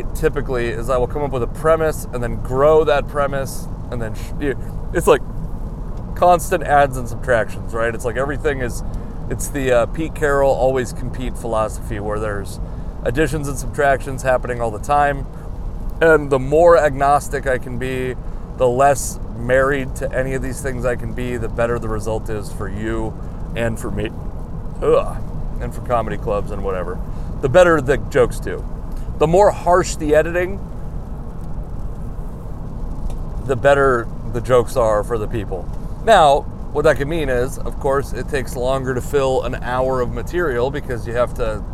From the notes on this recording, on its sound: I recorded this podcast while driving to a gig that I thought was in Everett.